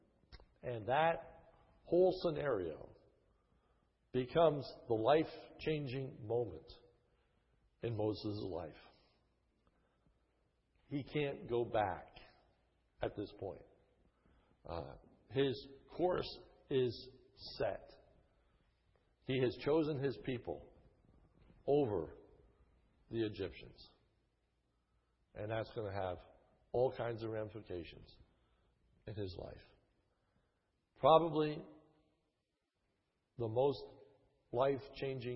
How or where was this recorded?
large echoing room